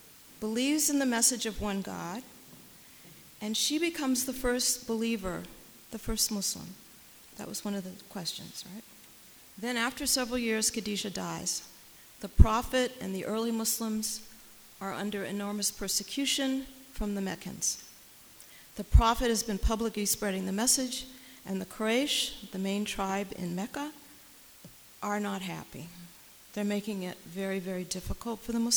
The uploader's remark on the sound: Here, it is presented again in shortened form for the benefit of the men who attended this co-ed event. The Women's Mosque of America held its second annual co-ed iftar & qiyam during the holy month of Ramadan.